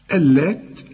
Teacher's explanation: اللام هنا مشددة لكن لا تغن